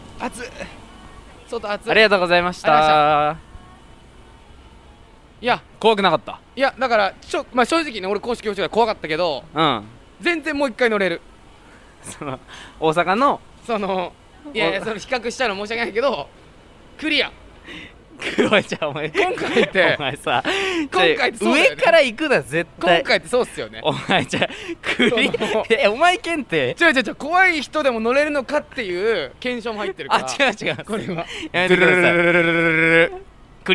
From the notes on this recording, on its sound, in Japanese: 東京ドームシティアトラクションズの魅力を伝えるラジオを収録しよう。様々なアトラクションに乗り、魅力を伝えながらラジオ収録します！